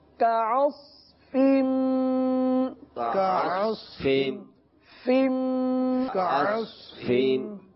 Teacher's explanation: تو پڑھیں گے کعوس، صاد پر پڑھیں گے، فا باریک پڑھیں گے